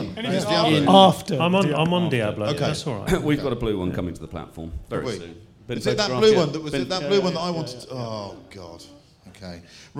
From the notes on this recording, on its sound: In front of a 200+ audience at Concours of Elegance